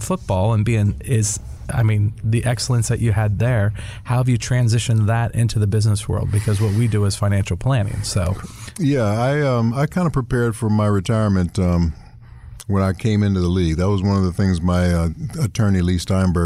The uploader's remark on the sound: Live from the Pump Brothers Charity event in LA